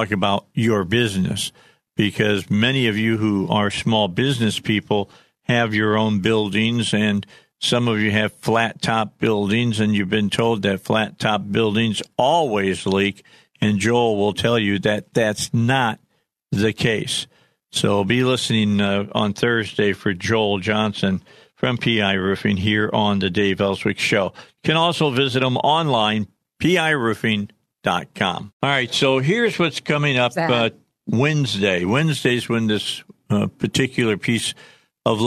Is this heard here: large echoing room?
no